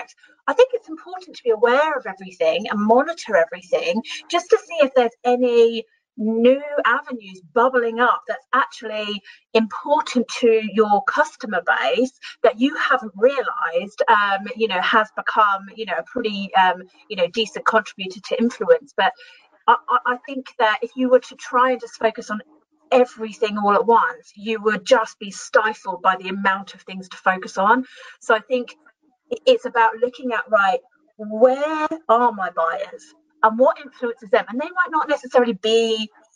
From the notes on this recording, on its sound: This episode is the audio from our webinar this week